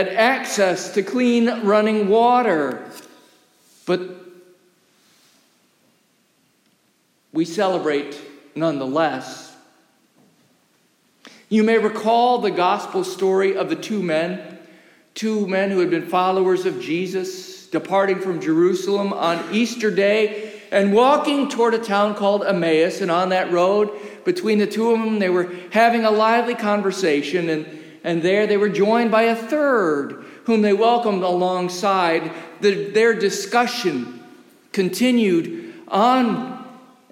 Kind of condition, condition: setting, large echoing room